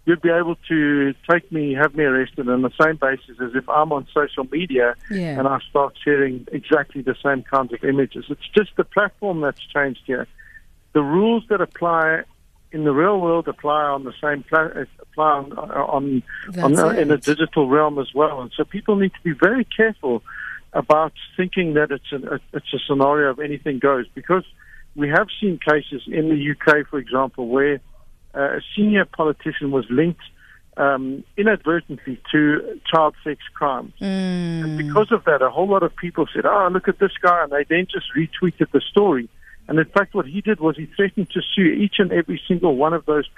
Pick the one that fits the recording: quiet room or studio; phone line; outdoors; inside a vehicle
phone line